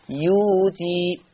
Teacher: الحركة اللي على الياء إيه؟ ضمة، فيتناسب معها واو، فتبدل واو، تبدل واو فتصير يوتي. · Term: الإبدال